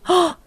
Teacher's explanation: They do this thing where they sort of suck in air. They go, oh!